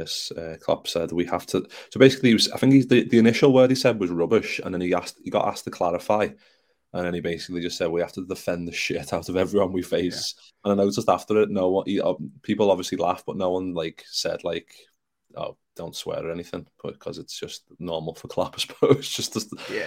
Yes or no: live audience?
no